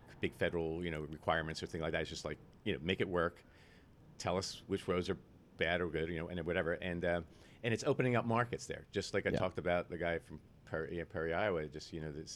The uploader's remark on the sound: TopoDOT Users Conference 2022 - A Geoholics Road Show. I was honored to be invited to this year's TopoDOT Users Conference in beautiful Orlando Florida! Random unscripted interviews recorded at #TUC22.